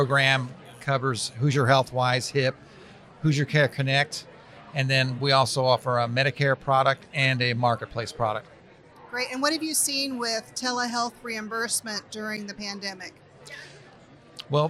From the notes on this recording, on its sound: This week's episode is a little noisy, because we had an event! Interviews a wide variety of people from the IRHA Annual Conference this year in French Lick,. The conference took place for three days.